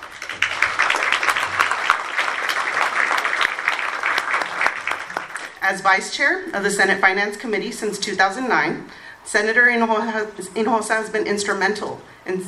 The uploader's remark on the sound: Legislators Appreciation Reception. MCALLEN, Texas. Received applause from the audience. At the Radisson in McAllen.